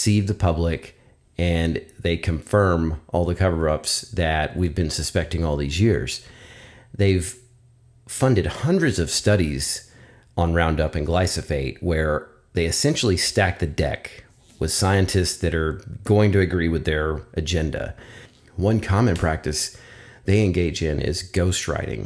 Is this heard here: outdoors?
no